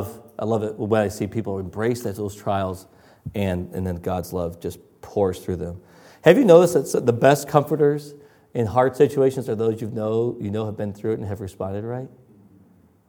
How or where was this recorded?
large echoing room